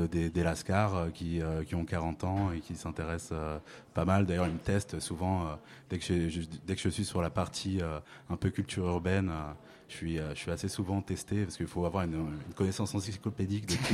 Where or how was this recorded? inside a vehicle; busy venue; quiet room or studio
busy venue